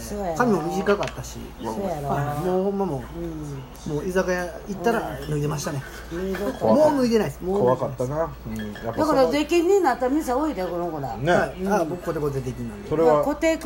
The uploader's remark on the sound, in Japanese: 神戸、SPACE DOG!RECORD(お店)より。